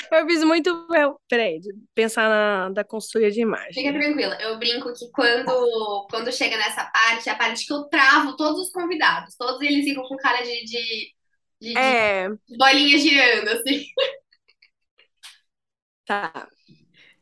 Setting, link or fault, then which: link, video call